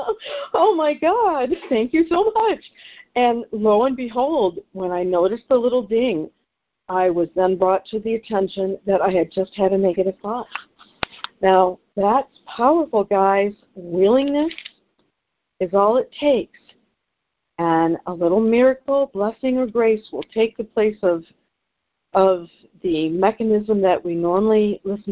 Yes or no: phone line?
yes